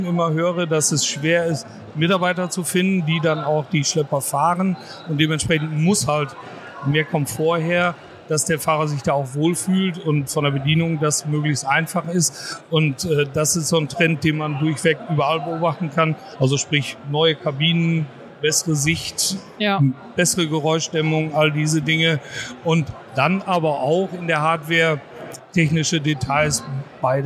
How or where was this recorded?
busy venue